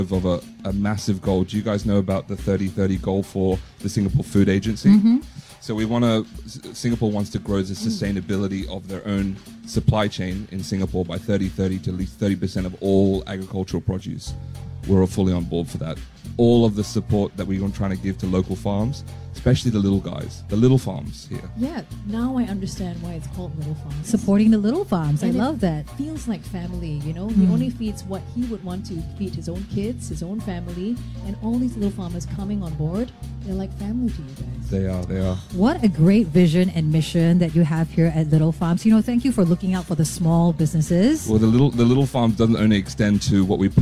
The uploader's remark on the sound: Today we broadcasted live from Little Farms at Serangoon and gave out free breakfast and coffee to our brightside buddies!